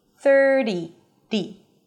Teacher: it's a flap T, so it sounds like a D.